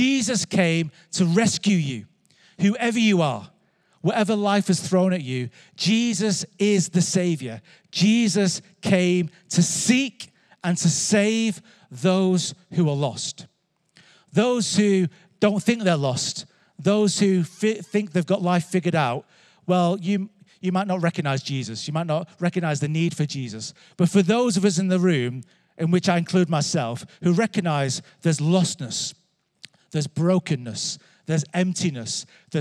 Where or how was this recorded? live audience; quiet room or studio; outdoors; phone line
live audience